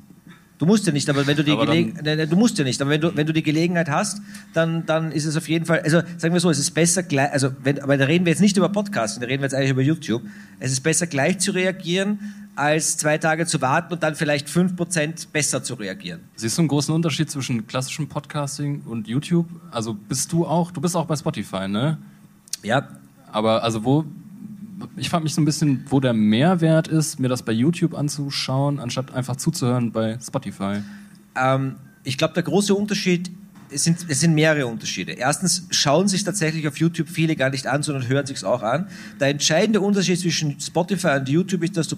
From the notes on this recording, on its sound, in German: 18 deutschsprachige Bitcoin-Podcasts gemeinsam und kongenial auf einer Bühne vor Publikum. Zu einem Arbeits- und Vernetzungstreffen in Leipzig. Direkt einen gemeinsamen und kongenialen Live-Mega-Mashup-Bitcoin-Podcast vor Publikum auf.